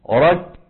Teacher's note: طبعا رك فيها كم وصف؟ وصفان، شدة فهمس